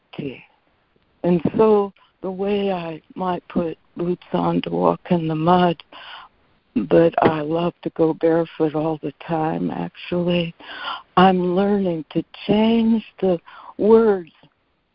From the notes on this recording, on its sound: ACIM Daily Conference Call.